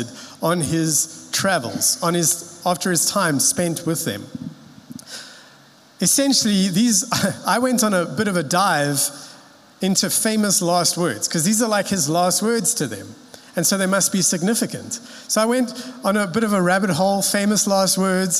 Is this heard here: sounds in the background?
no